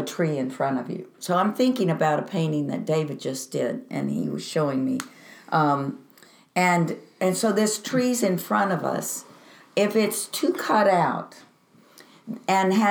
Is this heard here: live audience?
no